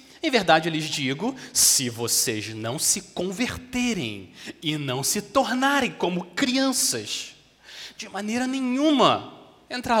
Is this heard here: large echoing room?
yes